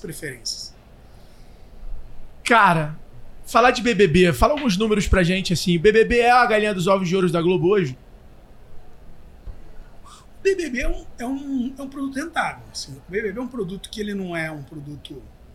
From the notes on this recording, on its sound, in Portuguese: gravado diretamente do RD Summit, o maior evento de Marketing, Vendas e Inovação da América Latina